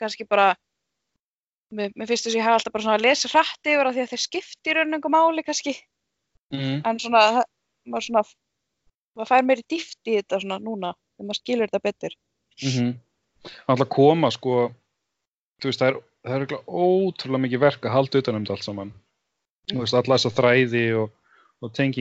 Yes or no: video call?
yes